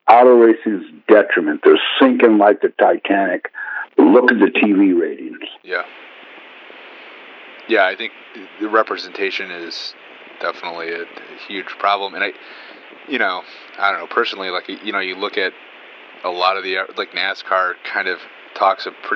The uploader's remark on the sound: This interview was recorded during the early stages of Autoweek’s podcast, so ignore the format and interview recording quality.